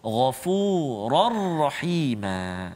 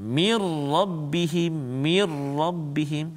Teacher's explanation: masukkan terus bunyi tanwin ke dalam huruf ra tanpa dengung · Term: idgham bila gunnah